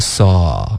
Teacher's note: saw 这是一个倒 c 的这个元音 saw，然后这是一个单元音，它不是双元音，是单元音，所以连到后面的 i。这个单元音呢也会这在英式口音中添加一个 R 音 sawit，有一个 r sawit。那美音呢？美音不会，也不会啊。对，这是英式 only，英式的哈。对，那是不是所有的以 a 或者是 all 结尾的后边加元音的话，都要加上这个小小的 R 的连读呢？在英式口音中会。那这个问题解释得很清楚了。对，他们不